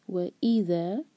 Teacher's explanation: اِذَا دو syllable والا ورڈ تو ای پر زور